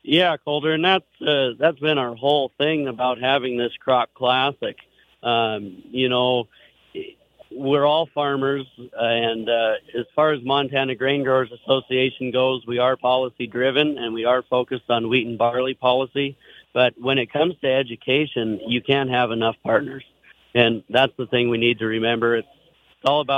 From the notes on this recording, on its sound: Northern Ag Network from MT Grain Growers Convention. At the annual Montana Grain Growers, from Great Falls.